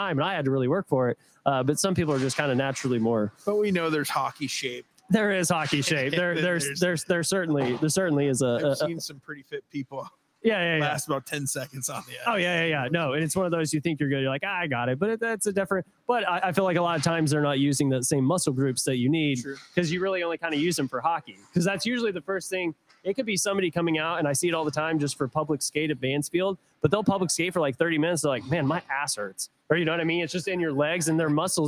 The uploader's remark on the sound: Live from United Heroes League Charity Hockey Game